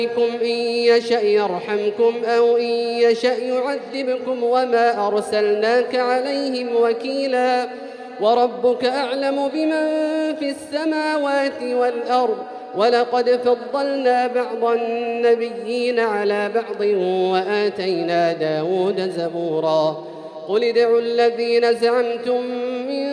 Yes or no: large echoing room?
yes